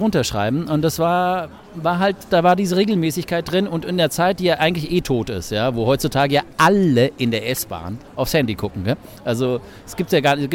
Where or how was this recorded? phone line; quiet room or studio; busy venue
busy venue